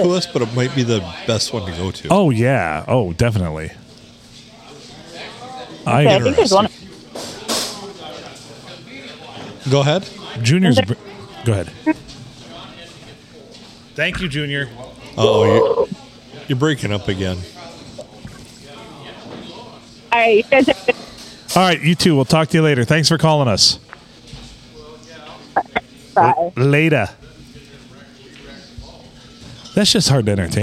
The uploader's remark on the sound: Recorded in the 4-69 (Lovely Port Sanilac) at the famous Blue Water Sports Bar.